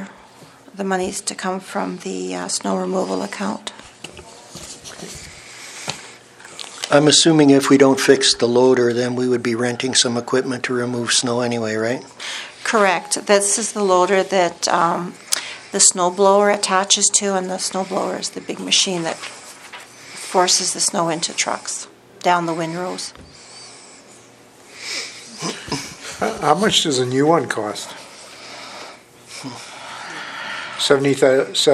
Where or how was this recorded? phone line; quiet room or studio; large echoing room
large echoing room